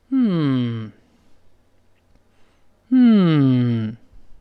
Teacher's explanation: 这完全是个鼻音，因为后面是个 M， M 一定要闭住嘴啊